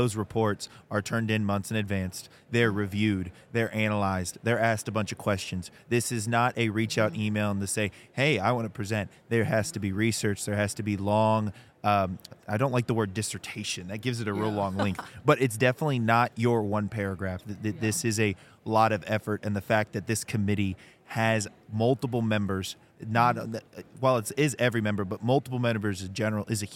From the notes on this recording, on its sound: Live at SWATA 2023.